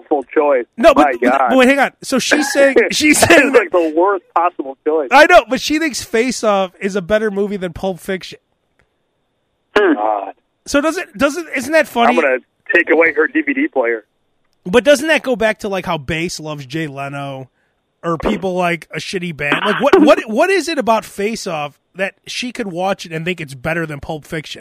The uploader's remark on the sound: Guy from dealership calls. Live during podcast.